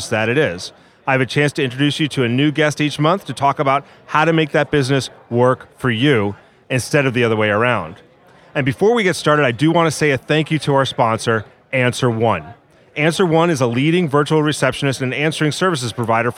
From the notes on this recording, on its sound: recorded at ABA TECHSHOW 2017